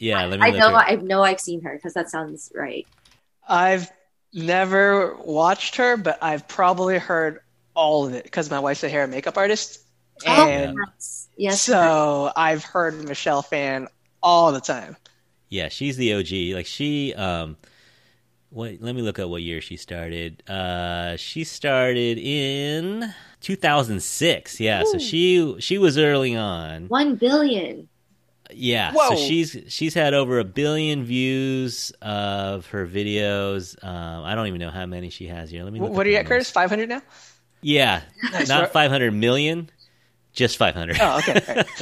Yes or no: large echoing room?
no